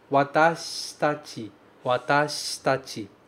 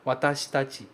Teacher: É curiosa a pronúncia do watashitachi, porque esse shi, ele quase some, ele quase vira um sh.